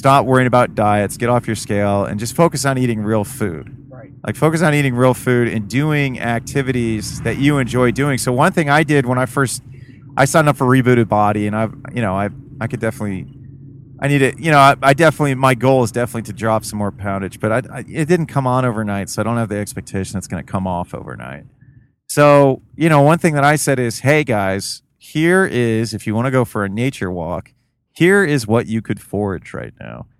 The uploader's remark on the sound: CarPod. While we are driving from Columbus to Detroit.